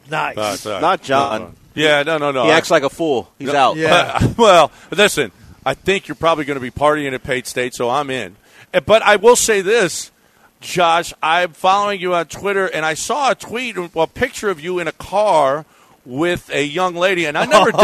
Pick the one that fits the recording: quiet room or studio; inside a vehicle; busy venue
busy venue